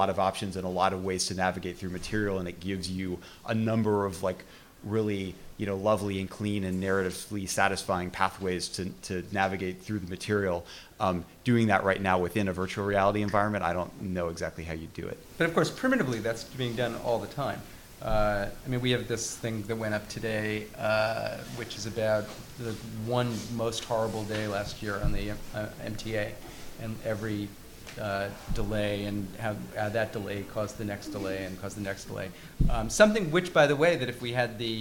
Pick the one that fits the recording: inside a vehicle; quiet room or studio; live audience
live audience